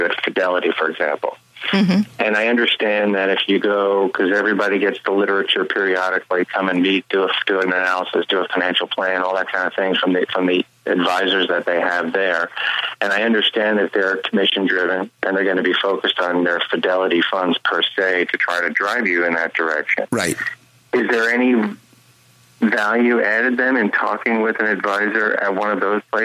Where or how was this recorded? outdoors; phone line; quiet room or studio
phone line